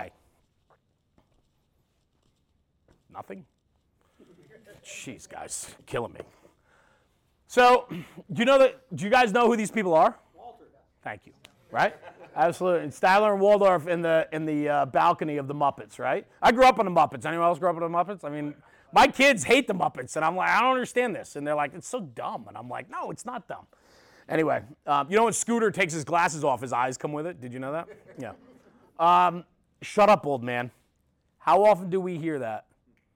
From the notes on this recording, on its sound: This is the audio from a recent conference